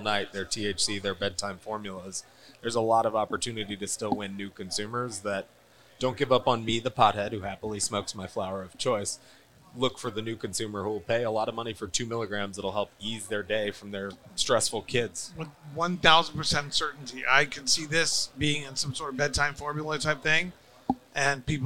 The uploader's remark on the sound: Recorded at MJUnpacked NYC